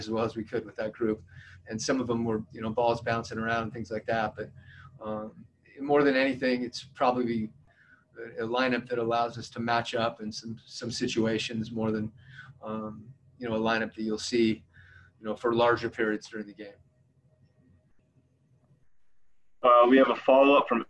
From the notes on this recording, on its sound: Addressed the media via Zoom conference. In Orlando.